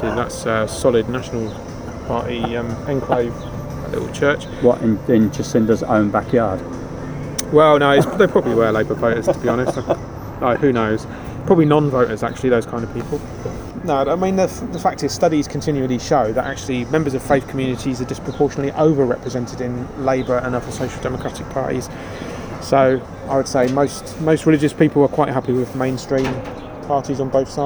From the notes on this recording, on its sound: It was recorded in the backyard of a pub, so there is a bit of background noise that we just couldn’t filter out.